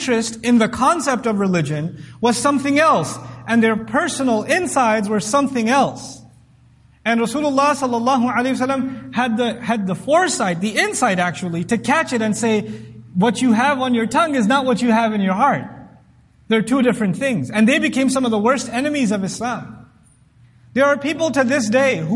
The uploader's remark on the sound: This Khutbah was recorded at the Islamic Center of Irving